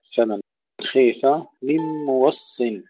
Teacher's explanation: موص هنا يقرأها بالتشديد، فتح الواو وتشديد الصاد